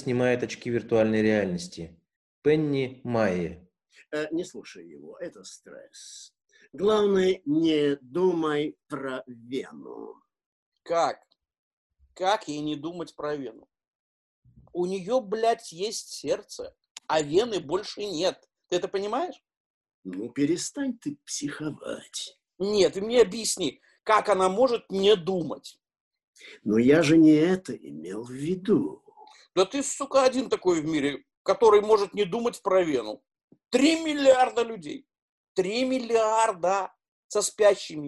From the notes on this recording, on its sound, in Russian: Читка состоялась в формате zoomconference 4 и 6 мая 2020 года. Запись онлайн читки пьесы литовского драматурга … "Спящие". Читка состоялась в формате zoomconference 4 и 6 мая 2020 года.